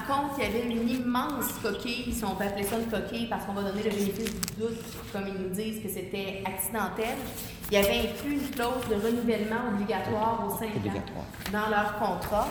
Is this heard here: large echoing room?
yes